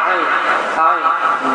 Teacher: Azərbaycan dilində A var, A. Ərəblərdə isə qalın, yəni boğazın sıxılması nəticəsində ayn, ayn deyə sıxılır. · Term: aynı hərfin